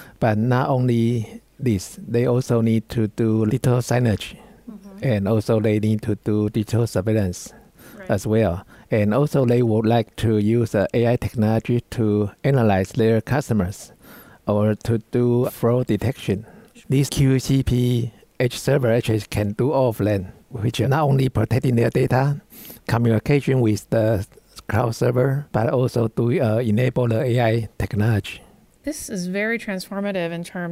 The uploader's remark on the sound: Archive of a livecast interview from the Intel Network Builders Summit in conjunction with SDN & NFV World Congress in The Hague, Netherlands.